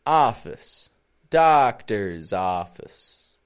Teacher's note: if you listen closely, you'll notice that there's a schwa in that office.